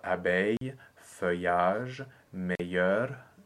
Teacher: all cases where the ILL turns into a J glide